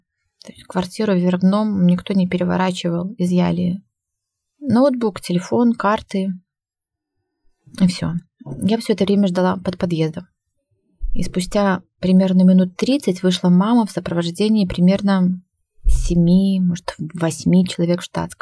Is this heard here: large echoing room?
no